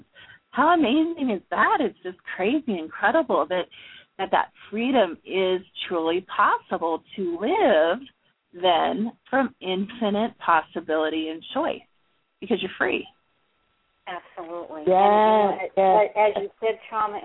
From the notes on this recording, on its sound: We will be taking LIVE callers